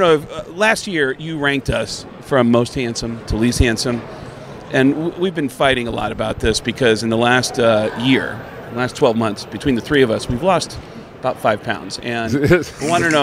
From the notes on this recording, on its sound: live from Las Vegas on Radio Row